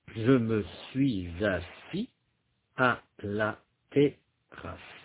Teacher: Toutes les syllabes, à l'exception de la dernière, race, sont des syllabes ouvertes.